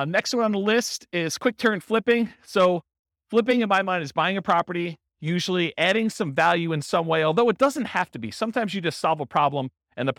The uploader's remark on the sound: In Plano, Texas. This was a live class recorded to give investors a solid qualitative overview of all the different real estate investing strategies. Live in-person version.